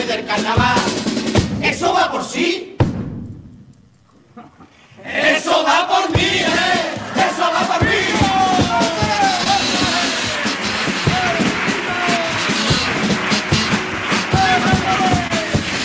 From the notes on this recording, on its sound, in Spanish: En directo desde el Gran Teatro Falla de Cádiz, escucha la retransmisión del Concurso Oficial de Agrupaciones Carnavalescas del Carnaval de Cádiz 2024 en Onda Cero Cádiz.